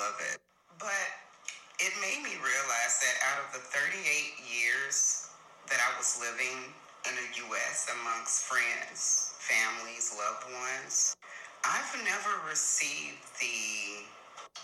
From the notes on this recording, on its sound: please forgive any background noise